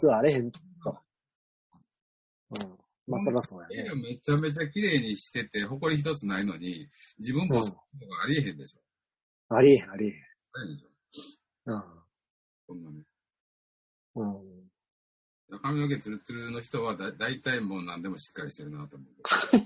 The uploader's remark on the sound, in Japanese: ZOOMで収録分から切り出し。エコーだいぶ解消しました。